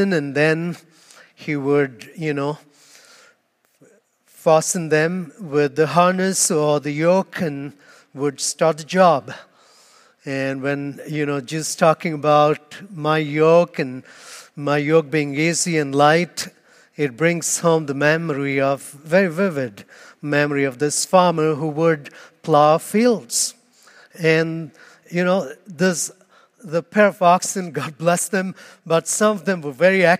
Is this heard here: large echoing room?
yes